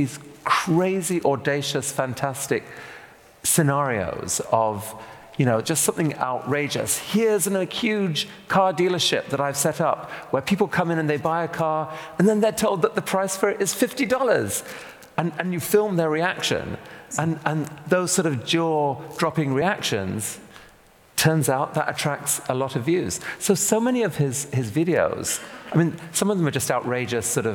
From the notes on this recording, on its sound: This conversation is a recording of our Intelligence Squared event at London’s Union Chapel. Onstage.